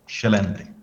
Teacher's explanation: Se suena la E, la primera, la segunda y la tercera E muy claro. En cambio, los portugueses tienden como a comerse las vocales